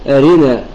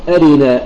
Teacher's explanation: والفرق بين الكسرة الكاملة والكسرة المختلسة أن الكسرة المختلسة يكون عندها نبر يؤدي إلى الإسراع في نطقها · Shown in: first take · فنقرأها أرنا، أما الكسرة الكاملة أرنا بدون نبر عند الراء حتى لا يكون فيها اختلاس.